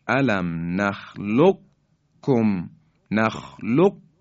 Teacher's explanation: یعنی قاف در کاف ادغام میشه و ما کاف رو مشدد و محکم بیان میکنیم. الم نخلقکم، قاف در حقیقت ادغام میشه در کاف. · Term: ادغام متقارب